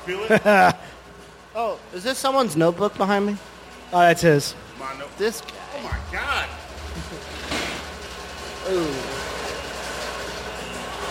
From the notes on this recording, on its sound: streaming live from the back patio of the wonderful Pepper's Bar & Grill in South St.